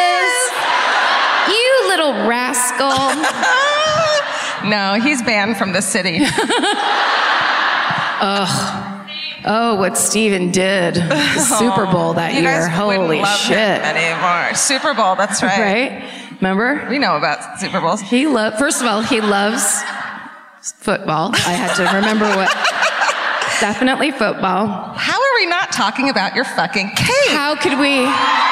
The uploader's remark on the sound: Live at the Old National Centre in Indianapolis